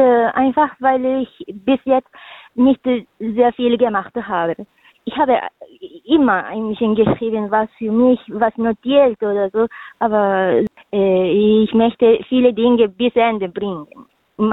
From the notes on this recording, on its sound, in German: Für aktuelle Infos rund um die GIGs werden die Musiker und Künstler per Telefon direkt in die Sendung zum (Live-)Interview hinzu geschaltet.